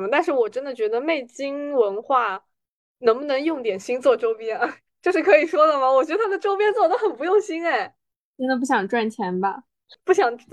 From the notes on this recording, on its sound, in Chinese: 这期依然是远程飞书录制